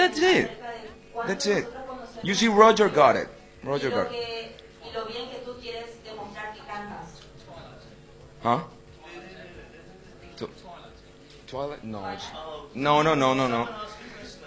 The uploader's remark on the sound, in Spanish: Conferencia de Prensa en Paraguay